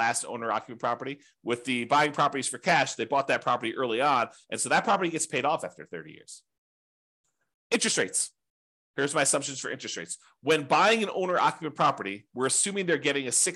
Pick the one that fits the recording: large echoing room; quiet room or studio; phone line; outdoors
quiet room or studio